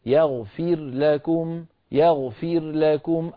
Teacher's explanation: افصل صوت الراء عن صوت اللام ولا تدخل الراء في اللام